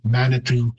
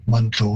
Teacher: And again, also Manitou, all three syllables are being placed in the English pronunciation, whereas in Cree, it would be very common to sort of reduce that middle syllable right out of there · Shown in: second take · And mando, it sounds more like a two-syllable word.